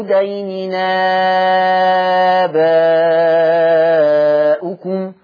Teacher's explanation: لما أنت عملت نقل ده بدل ومغير بالنقل، لأن الهمزة اتشالت واتنقلت حركتها للتنوين، فعشان كده سموه بدل مغير بالنقل.